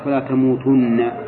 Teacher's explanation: والنون هنا اللي فيها للتوكيد وأصله تموتونن تموتونن حذفت النون للجزم وصارت فلا تموتن ثم حذفت الواو لالتقاء الساكنين الواو اللي هي الضمير لالتقاء الساكنين لأن النون المشددة أولها ساكن والواو ساكنة فتحذف الواو